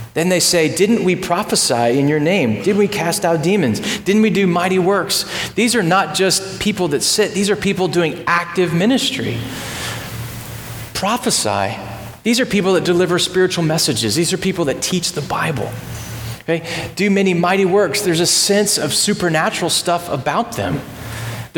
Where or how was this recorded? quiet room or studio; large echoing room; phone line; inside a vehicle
large echoing room